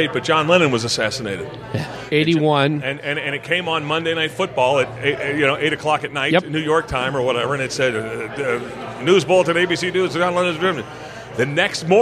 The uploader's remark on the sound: Recorded at The Palace Restaurant & Saloon in Prescott, AZ. Recorded at The Palace Restaurant & Saloon in Prescott, AZ. The intro was recorded at The Raven Café - just before the Third Thursday Night Spectacular Open Mic.